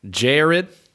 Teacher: With the Southern American accent, you would diphthong the A.